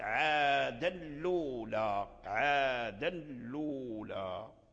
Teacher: فنافع لما حرك اللام بحركة الهمزة والتقى مع التنوين الساكن فيكون من باب الإدغام الكامل، فأدغم التنوين في اللام فصارت عادا لولا عادا لولا. · Term: إدغام كامل